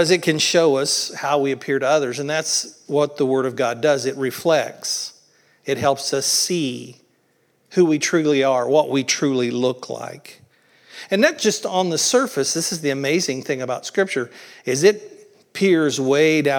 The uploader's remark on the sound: Originally recorded on April 16th, 2023 at the Palestine Church of Christ.